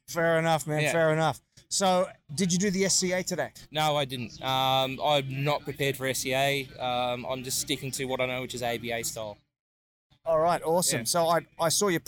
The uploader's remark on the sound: Live at the Meat in the Dilly BBQ Festival. Grabbing my video camera and microphone, I headed around the Festival, striking up conversations with some of the most interesting people on the competition BBQ circuit.